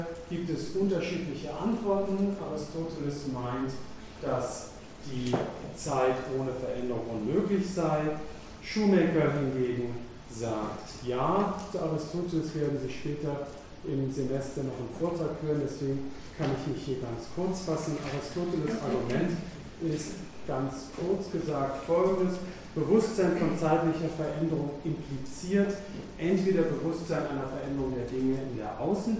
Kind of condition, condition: setting, large echoing room